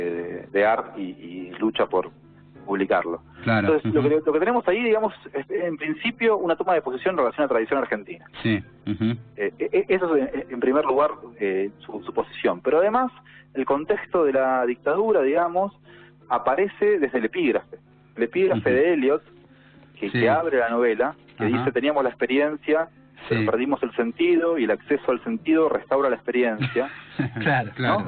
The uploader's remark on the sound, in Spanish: Hablamos por teléfono